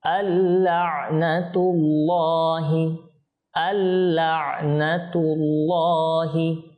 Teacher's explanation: নুন সাকিনের পর লাম এসেছে, সেজন্য এখানে ইদগাম তো হবে, ইদগাম মানে মিলিয়ে পড়া। দেখেন আমি এখানে নুন পড়ি নাই, এটা মিলে গেল কার সাথে, লামের সাথে, তো মিলিয়ে পড়তে হবে আর এখানে গুণনা হবে না।